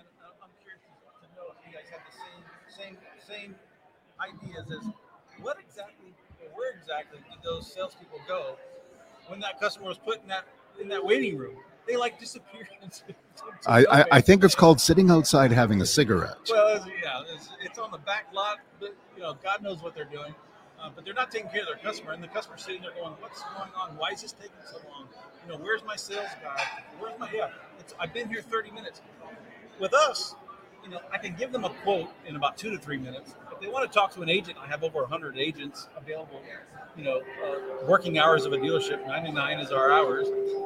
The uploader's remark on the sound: Ambush Interview at Driving Sales 2022 with the Auto Hub Show team.